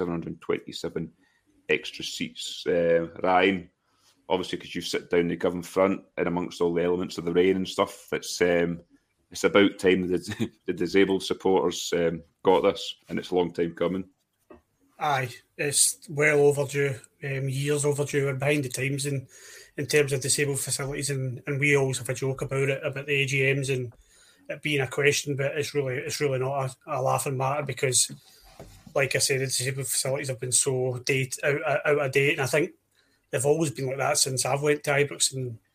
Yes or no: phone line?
no